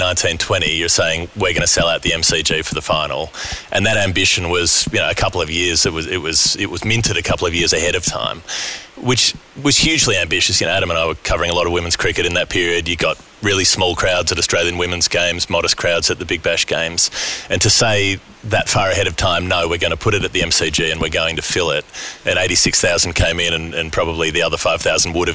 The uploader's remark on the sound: Recorded in the Ladies Stand at the SCG as summer rain fell the day after the Test.